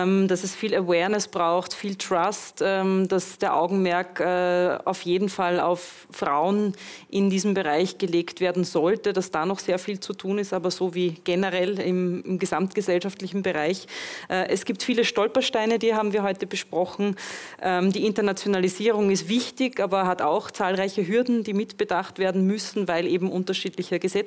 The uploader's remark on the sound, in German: Die hybride Veranstaltung ermöglichte nicht nur dem anwesenden Publikum, sondern auch Online-Teilnehmer:innen, an der Diskussion teilzunehmen und Fragen zu stellen.